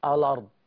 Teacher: الأرض، يبقى بدل ما ورش يقول الأرض، الآدي اسمها محققة، الهمزة محققة، بس ورش ما بيحققش الهمزة هنا. ورش بياخد الفتحة بتاعت الهمزة · Term: النقل